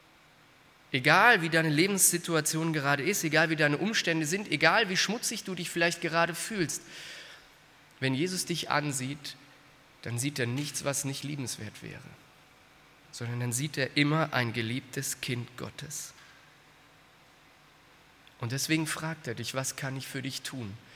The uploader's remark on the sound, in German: aus dem Gottesdienst der Liebenzeller Mission